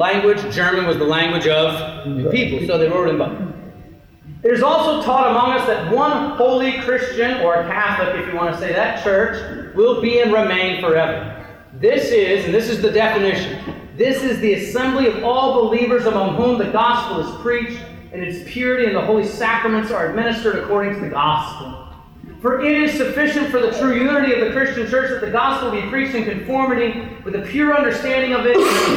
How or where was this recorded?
large echoing room